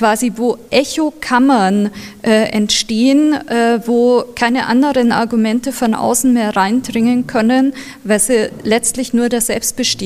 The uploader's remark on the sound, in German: in der Katholischen Akademie in Bayern aufgezeichnet bei einer Kooperationsveranstaltung mit dem Institut für Zeitgeschichte und dem Katholischen Deutschen Frauenbund